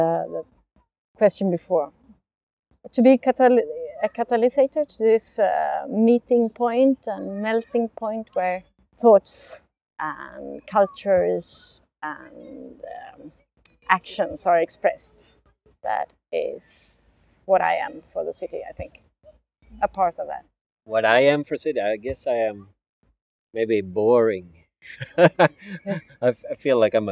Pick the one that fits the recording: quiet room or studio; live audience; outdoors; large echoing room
outdoors